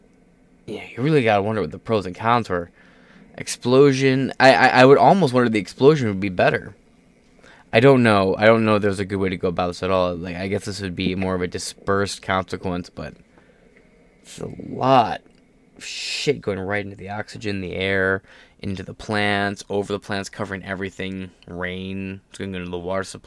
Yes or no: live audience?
no